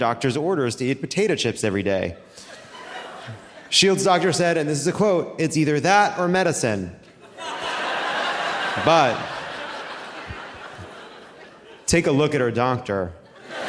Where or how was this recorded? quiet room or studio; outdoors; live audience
live audience